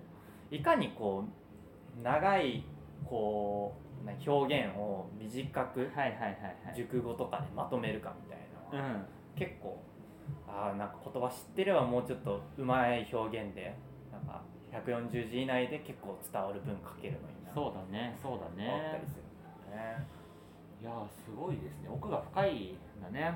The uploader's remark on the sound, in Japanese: 感染症に徹底対策して初めての対面収録です！段取りなしの一発収録なのでグダグタ進行だったり雑音あったりですが。